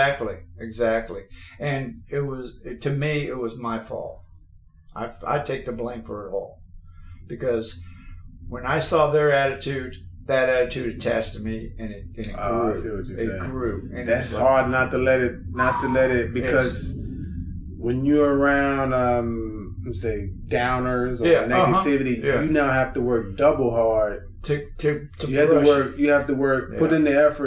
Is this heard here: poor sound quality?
yes